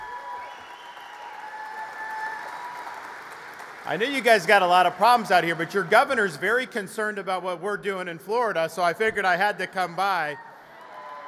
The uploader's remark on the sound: our in-person event